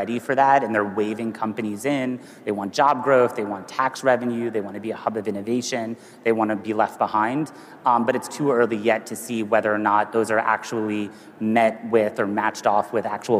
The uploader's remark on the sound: A Consensus 2023 panel